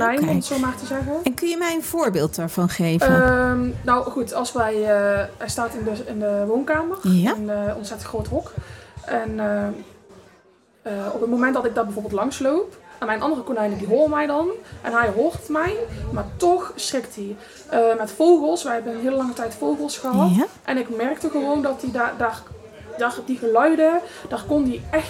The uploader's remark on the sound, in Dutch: Live vanaf Animal Event